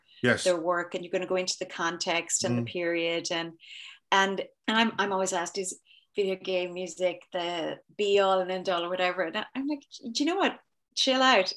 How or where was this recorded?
video call